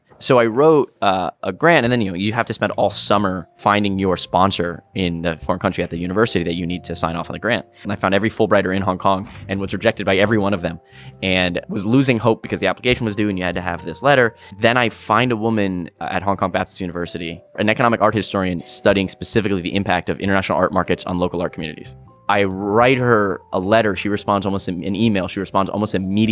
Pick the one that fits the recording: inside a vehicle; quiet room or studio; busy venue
busy venue